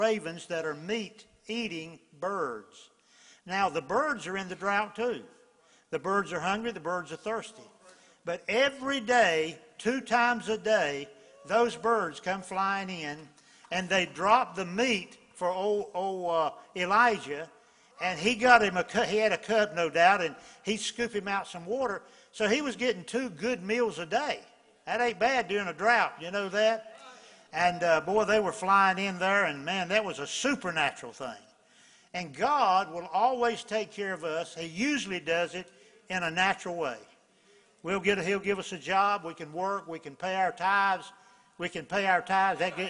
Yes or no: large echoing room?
yes